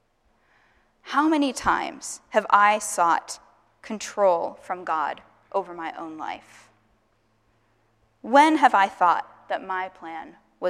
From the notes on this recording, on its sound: Asbury Seminary Kentucky Chapel, recorded on Tuesday, May 2, 2023 at Asbury Theological Seminary's Kentucky campus